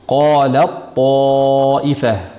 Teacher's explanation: Ta harfi zaif bo'lganligi uchun toga kirib ketaveradi. Hamma toifatan, mana iz hamma to, hamma to madan keyin to'g'ridan to'g'ri toga o'tib ketiladi. · Term: idg'om komil